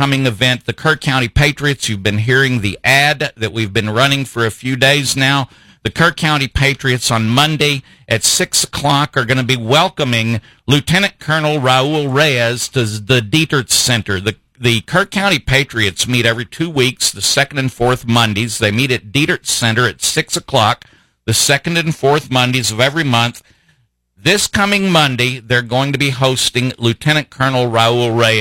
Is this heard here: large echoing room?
no